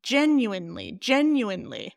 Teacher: So there's four syllables there. First one is stressed.